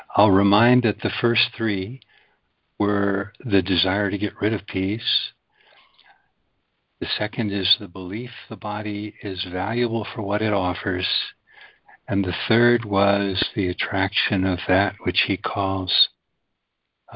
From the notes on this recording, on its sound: ACIM Daily Conference Call